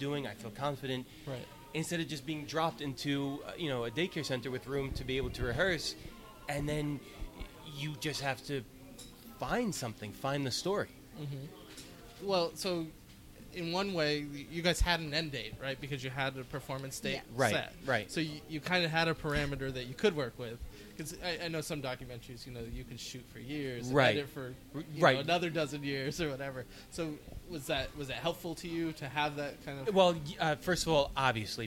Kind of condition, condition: setting, busy venue